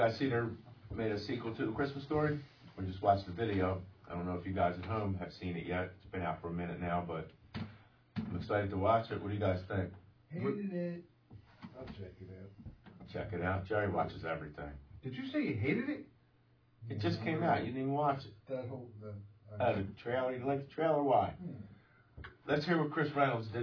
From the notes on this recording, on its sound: The audio is a little low on this one